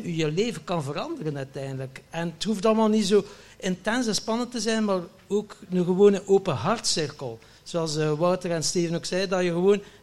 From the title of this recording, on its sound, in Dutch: live op TimTom Festival '23